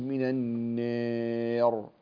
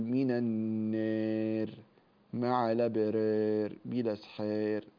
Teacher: طيب أنت الآن تنحو بالفتحة تنحو بالألف نحو الياء، فهذا يناسبه الترقيق، فلا يجوز لك أن تفخم · Shown in: second take · لا تقول مع التقليل طبعا، لا تقول من النار.